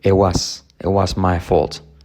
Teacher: mira que la T de it no se pronuncia y la I es una E.